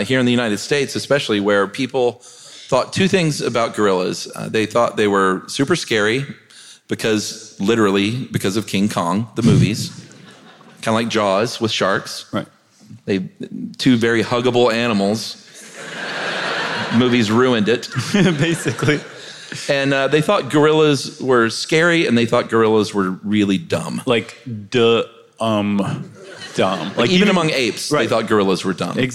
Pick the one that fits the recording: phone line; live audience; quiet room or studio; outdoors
live audience